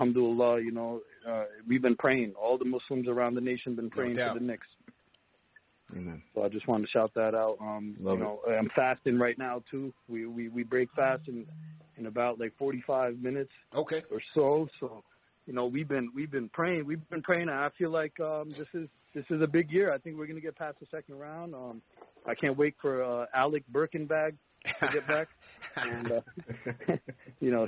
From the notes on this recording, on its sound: Post Game Show. Take live phone calls from fans around the world.